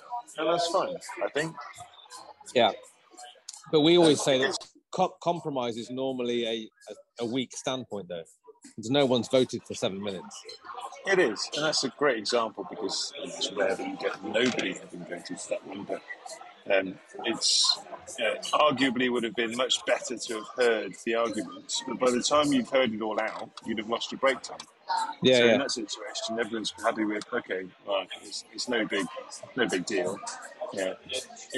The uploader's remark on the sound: Quite a bit of background noise so we painstakingly added the subtitles manually.